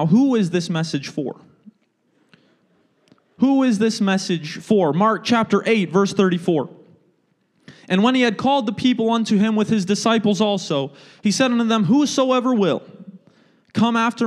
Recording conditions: large echoing room